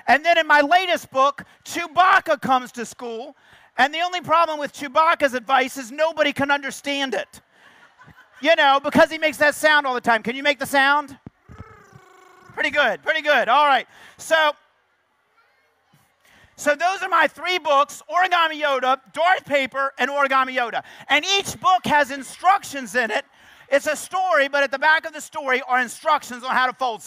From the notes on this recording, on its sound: 2012 National Book Festival.